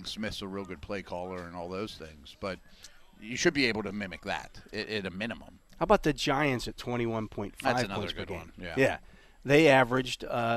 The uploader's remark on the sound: Live from Day 2 of Steelers OTAs. Live from the UPMC Rooney Sports complex for day two of the Steelers OTAs.